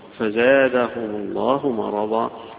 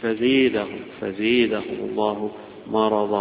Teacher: فزادهم هذه يفتحها الجمهور ويميلها ابن عامر